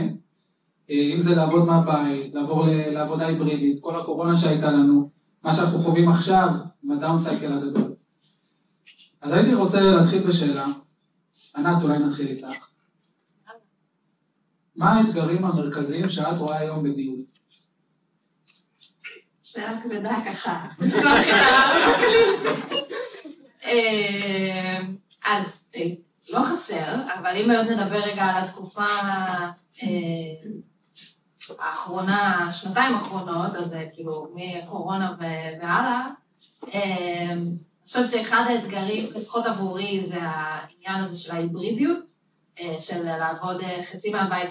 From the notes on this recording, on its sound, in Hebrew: הפרק החדש הוא הקלטה של פאנל מנהלים שביצענו במיטאפ הראשון של ,אבטיח כיס.